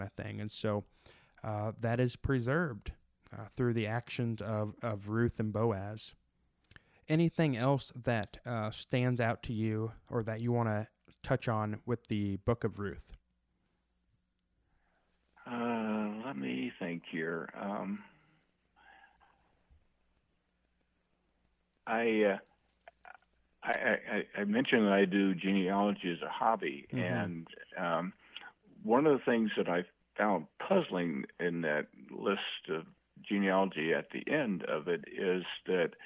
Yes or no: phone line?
yes